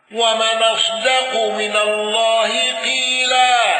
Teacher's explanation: حمزة بالإشمام واندرج معه الكسائي ووجه لرويس وخلف العاشر